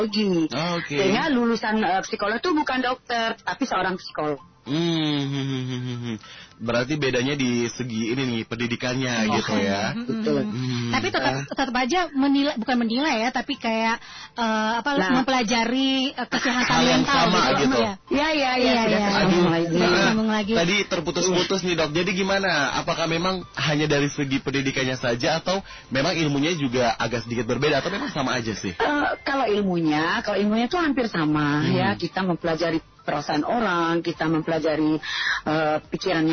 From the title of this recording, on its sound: Sahabat On the Phone